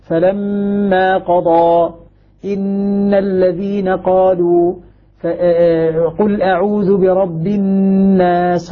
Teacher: الغنة مشبعة يزاد على أصل الغنة فيها فتكون غنة مشبعة قدرها بعض العلماء بحركتين · Term: الغنة المشبعة